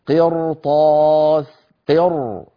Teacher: لماذا فخمناها؟ لأن بعدها طاء والطاء من حروف الاستعلاء